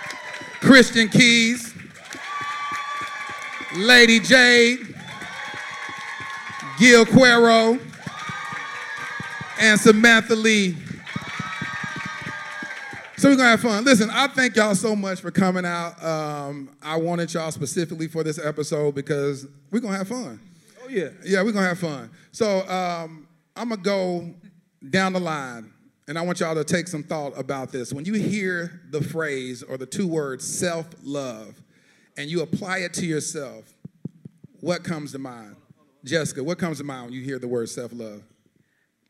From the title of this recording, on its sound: Recorded at the Self Love Soirée